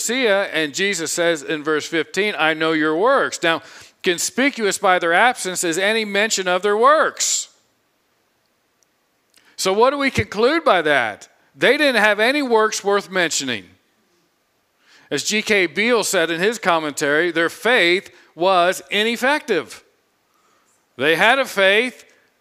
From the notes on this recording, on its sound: preached this sermon on Sunday, July 24, 2022 from the pulpit of Grace Community Church in Berea, KY